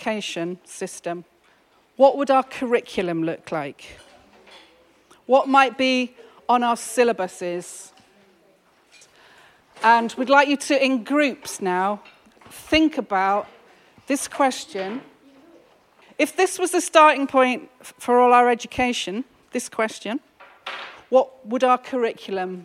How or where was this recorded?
live audience